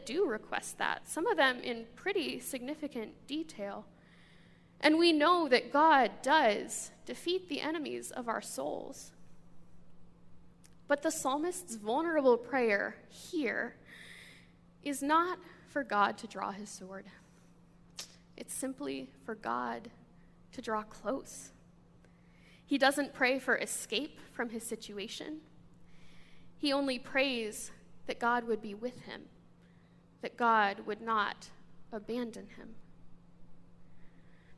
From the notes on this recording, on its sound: This sermon comes from a guest speaker to our church